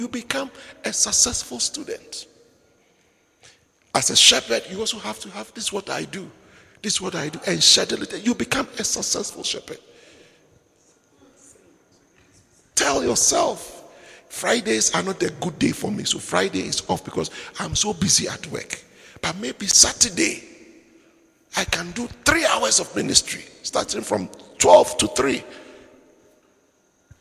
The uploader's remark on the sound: Preached at the Midweek Servants Armed & Trained Service, Windhoek Namibia